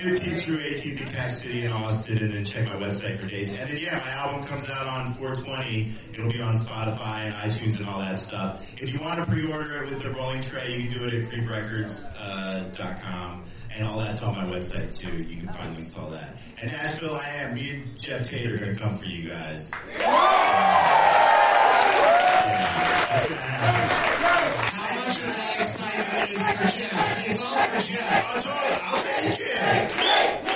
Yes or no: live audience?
yes